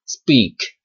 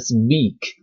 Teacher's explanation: 其实是没有震动的，它其实还是一个清音，只不过是像浊音 b 那样不送气而已 · Shown in: first take · ，就是和那个 p 的区别只在于不送气而已，但它的声带实际上是没有震动的。如果你真的震动了，就发成了浊音的 b 那个音的话，那就会变成 speak 这样的感觉，这个就很难听，很奇怪了，对吧？会混淆的一个原因呢，其实是因为我们现代汉语当中并不存在浊音这样一种说法。现代汉语的如果按照英语那种讲法呢，它的辅音其实只有两种，一种呢叫做送气清音，一种叫做不送气清音。我们就没有浊音。比如说像我们的白，那个 b 其实是清音，就我们是发白的那个时候，那个白其